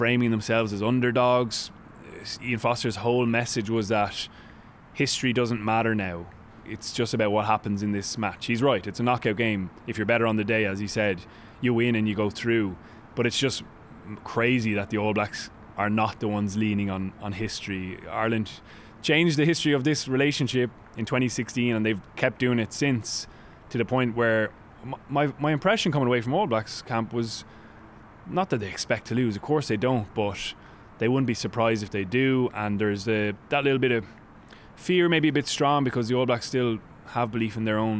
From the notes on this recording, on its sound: live from the captain's run